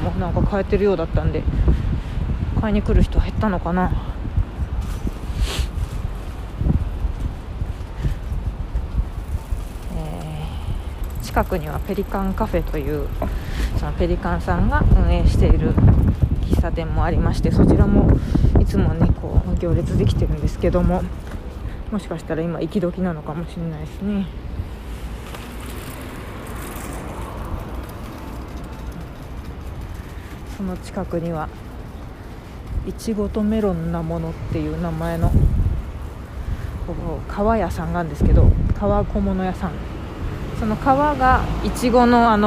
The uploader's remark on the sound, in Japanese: 浅草からお届けします（強風注意）。風の音がすごい。今晩、マイク強化工作に励みます。